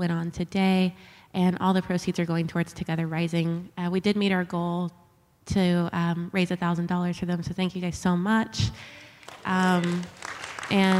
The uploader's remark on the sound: We end this episode with a beautiful excerpt from the live sound healing ceremony. Performed during one of our recent live events, “Create Deeper Connection with MAJic”, in Austin TX. The sounds of her voice and crystal singing bowls.